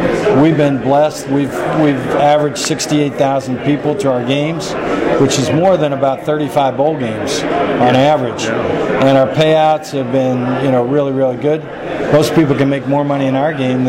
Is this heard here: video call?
no